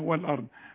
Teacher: الهاء الواو مرققه واللام مرققه والهمزه كمان مرققه